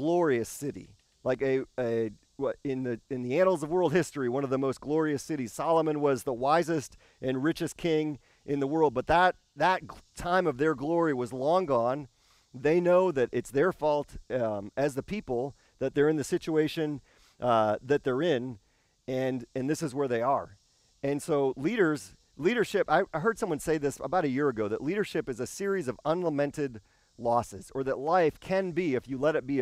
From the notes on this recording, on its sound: This service was filmed and recorded outside.